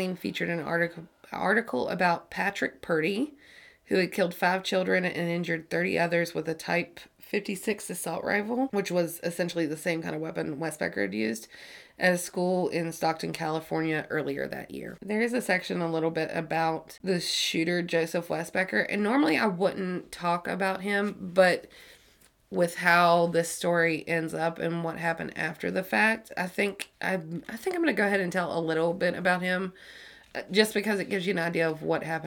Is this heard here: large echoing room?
no